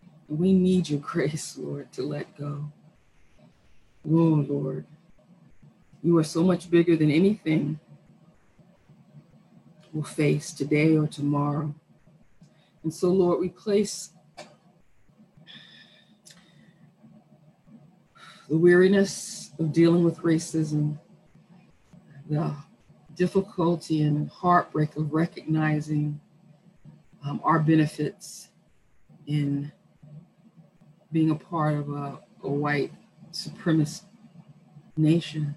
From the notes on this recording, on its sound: Our Zoom streamed service.